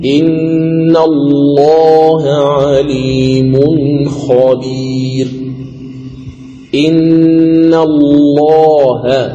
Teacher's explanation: لاحظ اللام في لفظ الجلالة الله، قبلها فتحة إن، إذن تغلظ اللام